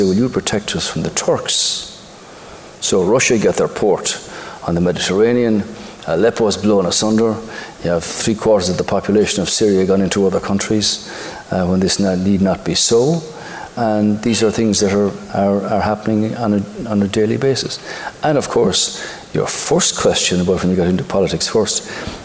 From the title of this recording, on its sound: Live from The Savoy Hotel in London